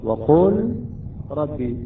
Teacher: اللام والراء تضغم، اللام تحذف تصبح الراء مشددة